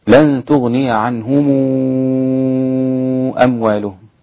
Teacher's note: هذه الميم بعدها همزة وهي مضمومة، إذن بتشبع 6 حركات عند ورش · Term: بالإشباع